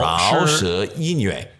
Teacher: Rao, rising tone, shi, rising tone, yin yue. So yin yue, yin, first tone, yue, fourth tone.